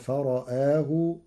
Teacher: قرأ ورش كلمة فرآه بتقليل الراء والهمز معا مع تثليث البدل